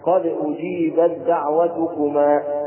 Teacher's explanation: نحذف التاء وننطق بالدال مشددة